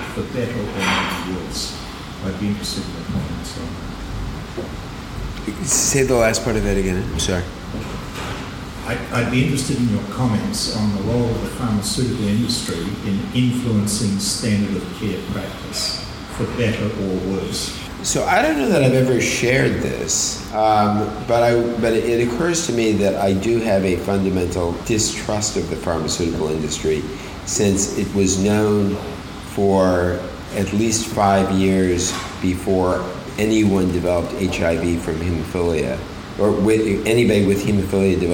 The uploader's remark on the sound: This episode was recorded live in front of a captive audience in Sydney, Australia. Minor edits have been made to the episode to improve sound quality and flow.